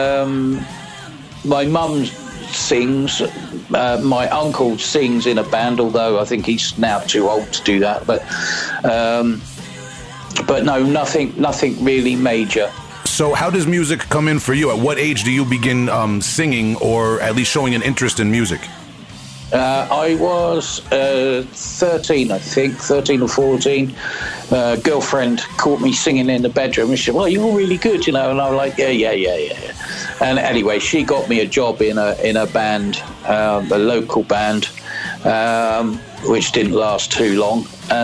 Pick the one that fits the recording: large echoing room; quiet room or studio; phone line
phone line